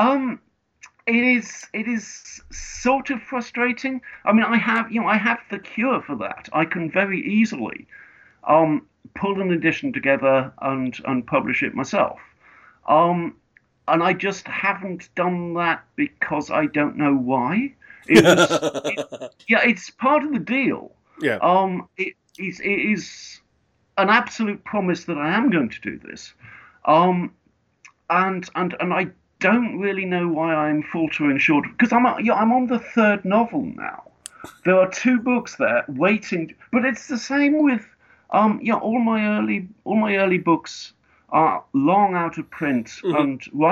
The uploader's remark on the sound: fires up Skype